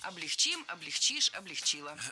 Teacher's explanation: В глаголе «облегчить» и во всех его формах ударение ставим всегда за корнем, а корень оставляем безударным.